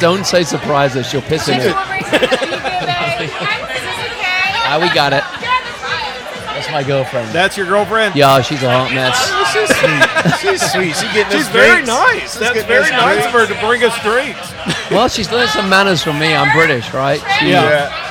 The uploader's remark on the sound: Live at the Punch Party. Getting the opportunity to record at this community event.